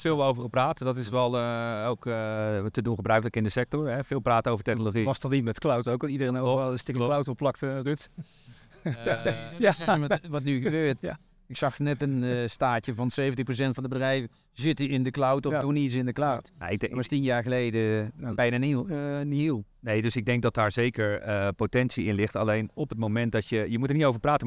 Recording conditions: busy venue